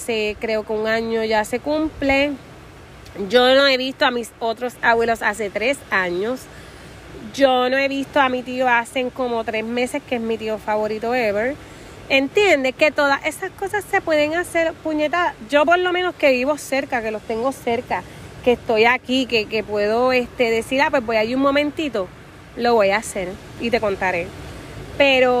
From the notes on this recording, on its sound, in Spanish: Hoy grabamos desde la playa, disfruta el va y ven de las olas